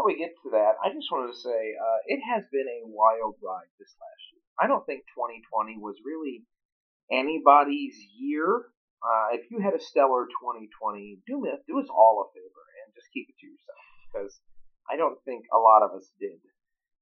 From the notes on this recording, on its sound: Audio quality is slightly muffled at first, but clears up at around the 22 minute mark.